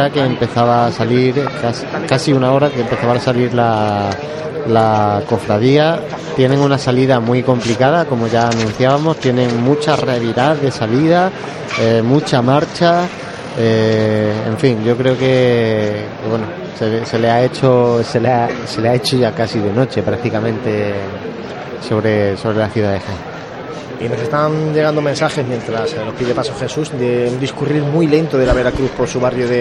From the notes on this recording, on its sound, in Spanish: La Congregación de la Vera-Cruz pide venia en el palco de toma de horas. Hablamos de la Vera-Cruz desde nuestro balcón mientras nos llegan y escuchamos sonidos de Jesús Preso en la Plaza de la Constitución. Escuchamos levantá del palio. Comentamos mientras escuchamos los sones.